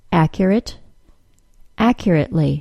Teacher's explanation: One of the circumstances that causes the glottal stop to occur is a T sound following a vowel sound and coming before an L sound. If I take the adjective accurate and add the ly ending to it, making it into the adverb accurately, the T sound will be pronounced as a glottal stop.